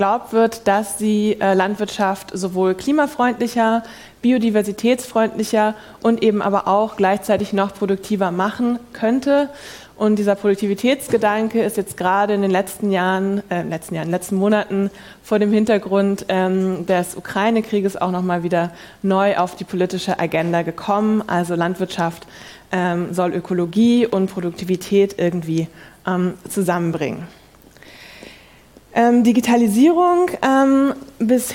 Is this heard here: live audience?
yes